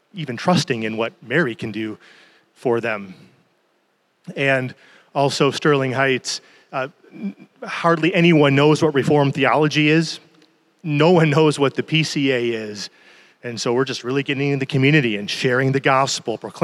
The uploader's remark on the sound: keynote and breakout sessions from our annual conference at Redeemer Presbyterian Church in Detroit, MI.